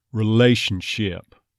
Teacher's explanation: There's the A diphthong, first half of it getting neutralized all the way to a schwa.